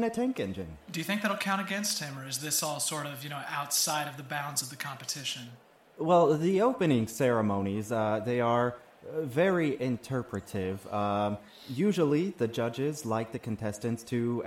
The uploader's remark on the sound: live special coverage of the Little Mys Cornhole Competition